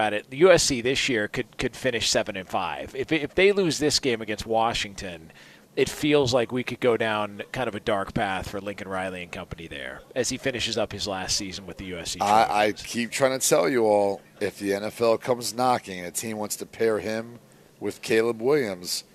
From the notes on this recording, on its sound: comes to you LIVE from The Breeder's Cup